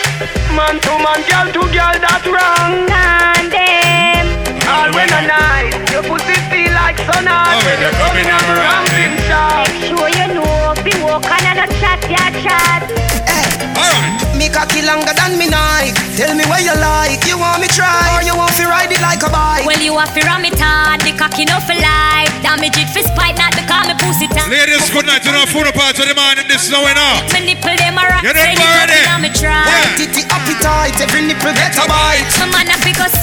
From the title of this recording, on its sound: LIVE AUDIO